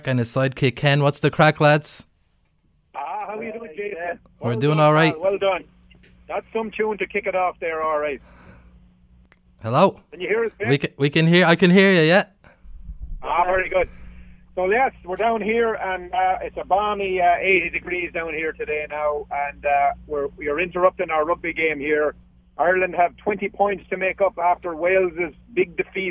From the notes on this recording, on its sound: The lads call in from sunny Florida